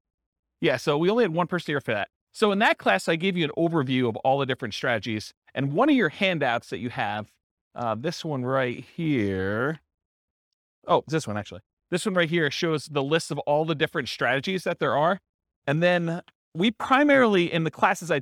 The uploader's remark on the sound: This was a live class recorded